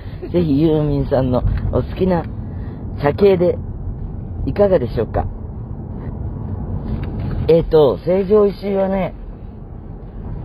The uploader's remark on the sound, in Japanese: 今週は神戸の会場に向かう車の中からお届けです。車が会場に着いてしまい収録が終了！